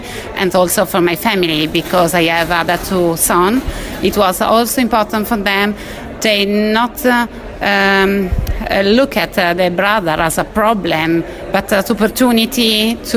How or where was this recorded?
busy venue